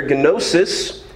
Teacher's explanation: It's gnosis, and yes, you do pronounce the initial G in Greek. There's two syllables there.